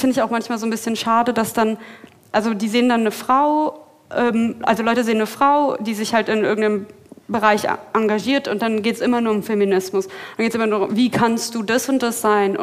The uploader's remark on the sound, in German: Live auf dem Kirchentag in Nürnberg. Diese Folge ist live auf dem Kirchentag aufgenommen. Unsere erste Sendung mit Publikum!